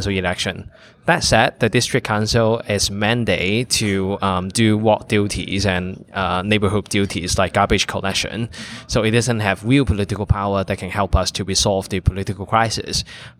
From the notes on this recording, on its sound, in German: die Aufnahme teilen, die im Dezember 2019, während der Konferenz der Friedrich-Naumann-Stiftung für die Freiheit, Democracy Disrupted: Digitalization and Human Rights entstanden.